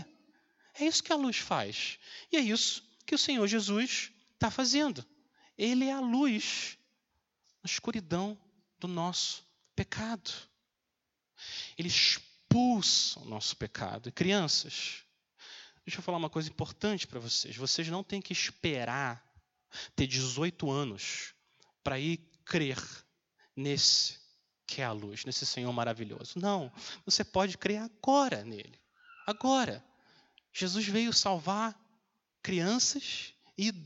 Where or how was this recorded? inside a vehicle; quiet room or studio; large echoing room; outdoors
large echoing room